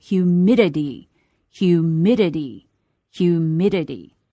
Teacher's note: 我们要注意一下它的重读音节是在第二个音节上